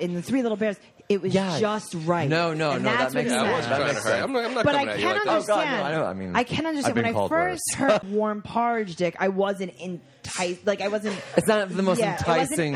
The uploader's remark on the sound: Recorded Live at the champagne room of Rick's Cabaret.